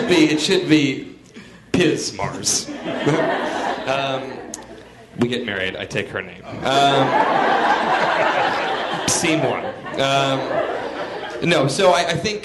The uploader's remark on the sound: Live from ATX Television Festival. Recorded at the Stephen F. Austin Hotel ballroom in Austin, TX.